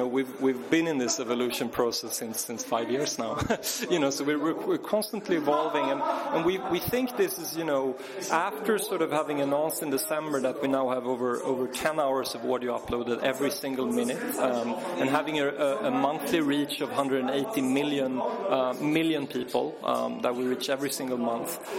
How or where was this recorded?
busy venue